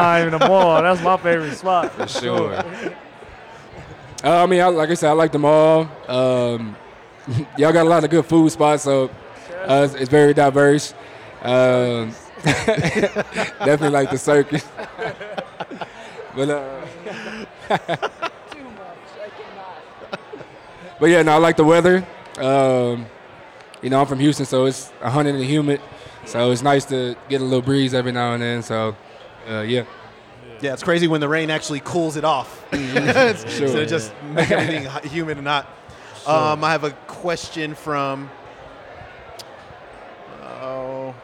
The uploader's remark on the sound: In a very special LIVE recorded edition of the 24K Podcast. At the Cherry Cricket in downtown Denver.